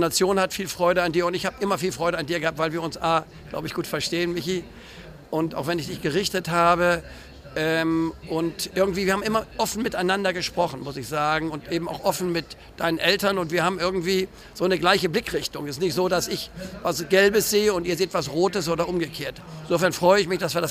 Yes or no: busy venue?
yes